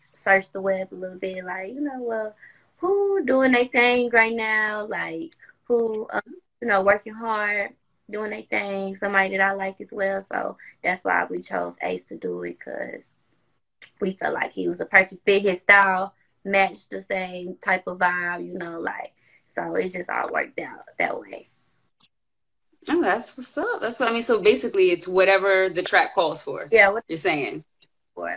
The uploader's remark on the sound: special Instagram Live #WFH edition